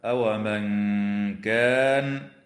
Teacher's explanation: النون الساكنة في قوله تعالى: أومن كان، حكمها الإخفاء الحقيقي مع الغنة مرققة